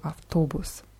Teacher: Bei автобус ist die Betonung auf dem O.